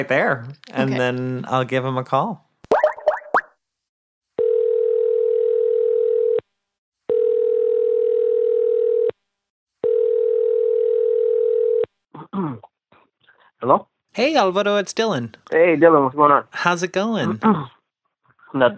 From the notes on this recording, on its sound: connects them on the phone